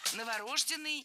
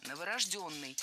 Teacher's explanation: Ударение ставим на «ё» в четвертом слоге. · Shown in: second take